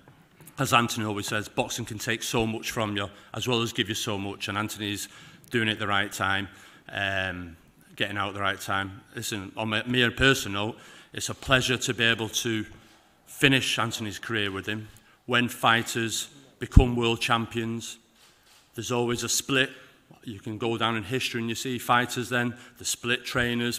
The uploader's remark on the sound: Press Conference